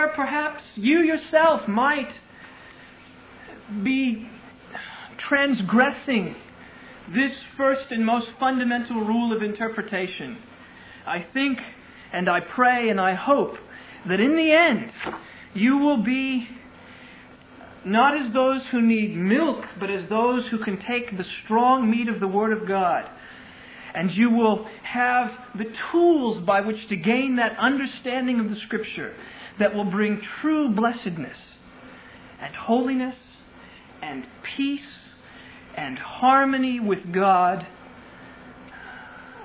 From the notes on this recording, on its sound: Originally delivered on 27 August 2000 at Sovereign Grace Baptist Church in Van Alstyne, TX.